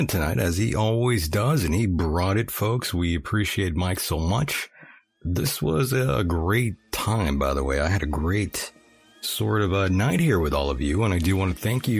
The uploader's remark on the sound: A mix of phone calls